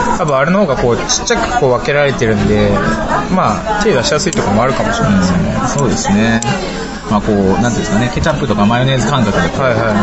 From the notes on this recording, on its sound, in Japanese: 今回は中華料理店で収録したので雑音がすさまじいです。